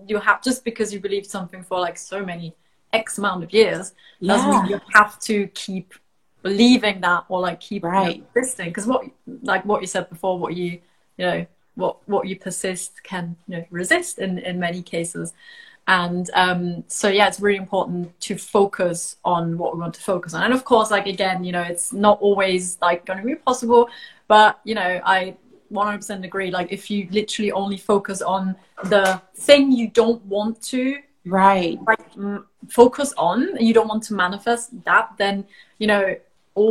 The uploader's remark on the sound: I share an Instagram live with you that I had a few weeks ago with Manifestation and Mindset Coach